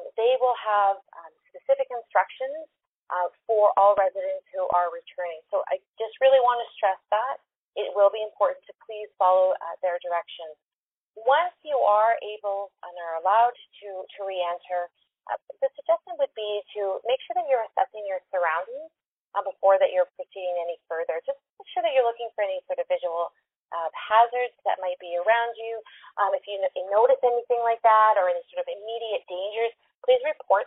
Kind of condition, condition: link, phone line